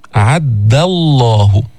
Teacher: أعد الله، ما تفخم الدال، بعضهم يقول أعد الله ضا أو يفخمها أو يأتي بها قريبة من الضاد. أعد الله دال مستفلة منفتحة، ما فيها استعلاء، ما فيها تفخيم، ما فيها إطباق